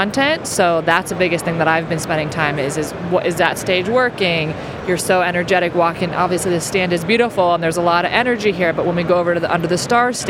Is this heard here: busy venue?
yes